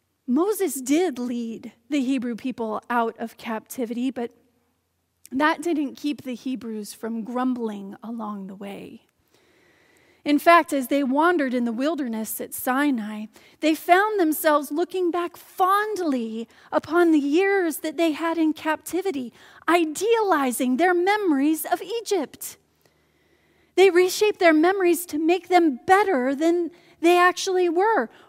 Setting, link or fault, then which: setting, large echoing room